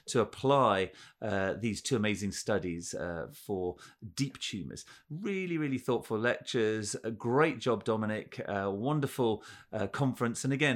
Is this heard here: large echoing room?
no